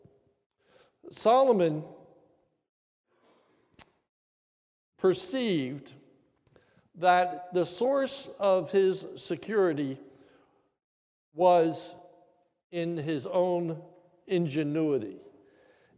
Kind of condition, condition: setting, large echoing room